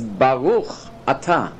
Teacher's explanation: Because the Sephardi pronounces the O as an A.